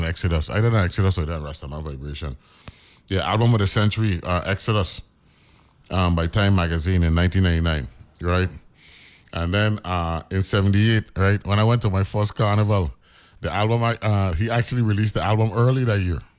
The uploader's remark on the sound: Joined on the phone.